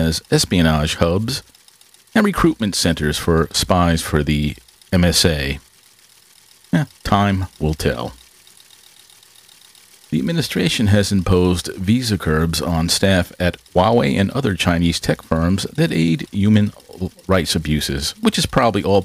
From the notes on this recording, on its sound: Excuse the background noise. A lot was going on during the recording.